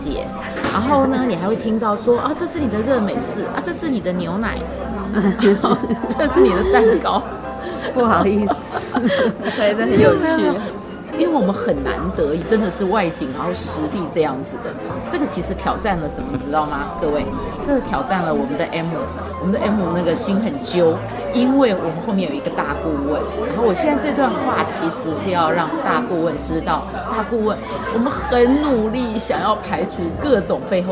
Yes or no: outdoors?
yes